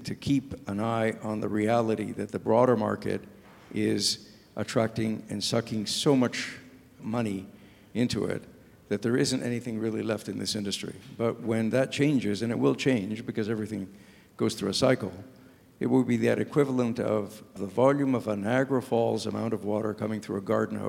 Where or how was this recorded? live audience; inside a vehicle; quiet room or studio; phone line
live audience